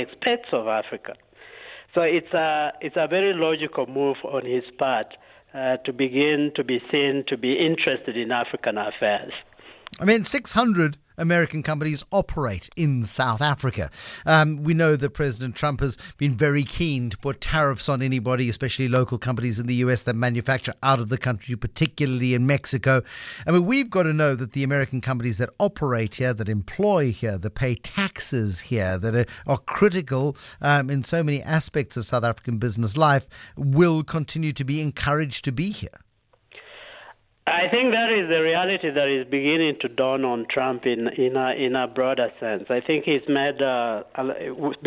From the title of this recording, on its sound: talks on the phone